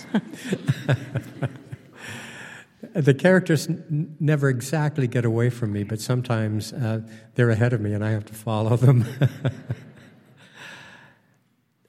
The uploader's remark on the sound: Recorded on stage at The College of St. Scholastica in Duluth.